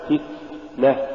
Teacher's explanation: مبالغة في تحقيق همس التاء فتقترب من السين. مثال فتنة، تقرأ لحنا فتنة وهذا يعتبر مبالغة في تحقيق الهمس والصواب فتنة.